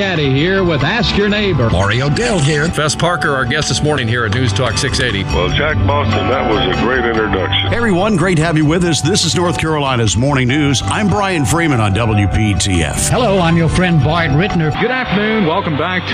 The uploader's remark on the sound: broadcasting live from Bell’s Carpet & Floors